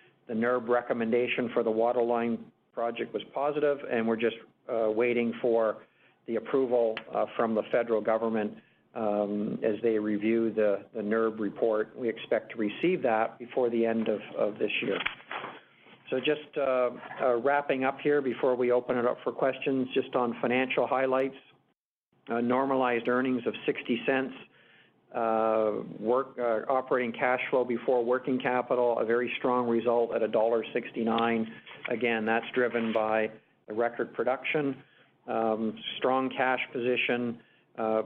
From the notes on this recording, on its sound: This week’s episode features Agnico Eagle Mines’ Q3 conference call.